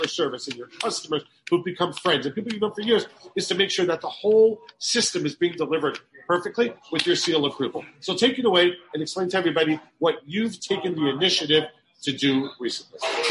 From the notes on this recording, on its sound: goes on location to the iconic Five Towns favorite, Central Perk Cafe